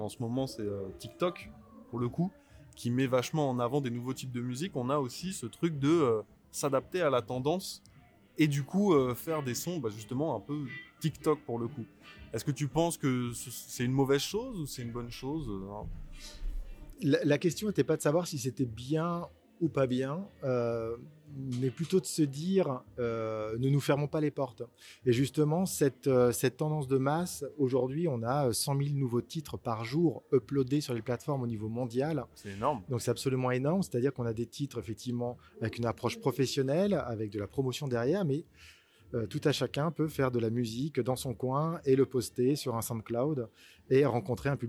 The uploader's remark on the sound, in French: Nous nous retrouvons au festival Chorus. Ce podcast a été enregistré pendant le festival Chorus des Hauts-De-Seine 2023 au SeineLab. Le SeineLab est un lieu d’exploration, d’expérimentation, de découverte et d’apprentissage autour du son via des univers numériques, nouvellement ouvert depuis le mois de janvier 2023 à La Seine Musicale.